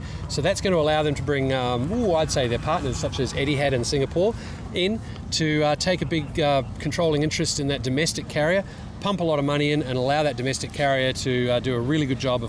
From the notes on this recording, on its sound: Live on the Ramp at Tyabb Airshow. On the ramp at Tyabb airport following the Tyabb Airshow 2012.